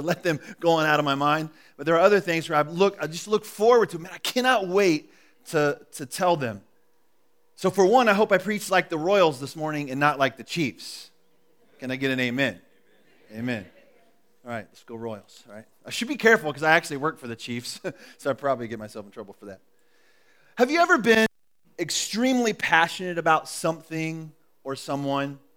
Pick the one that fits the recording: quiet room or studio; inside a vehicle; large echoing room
large echoing room